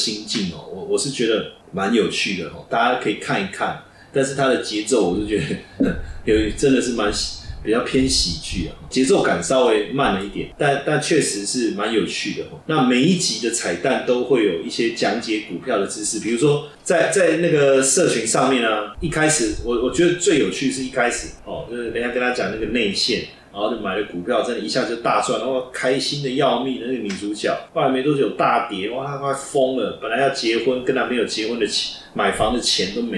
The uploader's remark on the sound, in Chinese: 本集錄製設備故障聲音品質不佳再請見諒